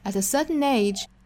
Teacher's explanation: at a 这两个词都是虚词，所以读得很短快